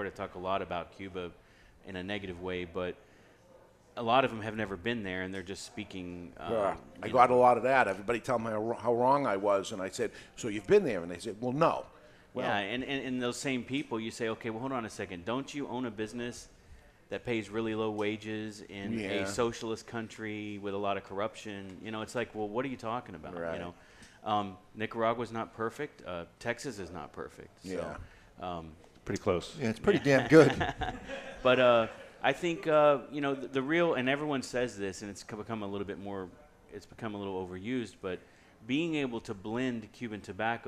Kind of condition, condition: setting, live audience